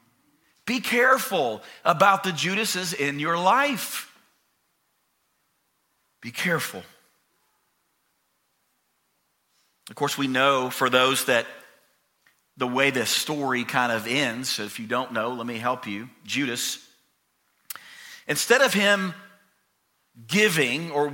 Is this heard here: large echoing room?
yes